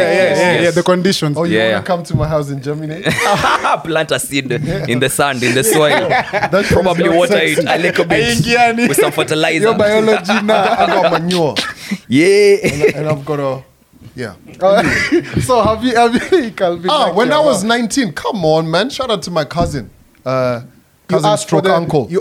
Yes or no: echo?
no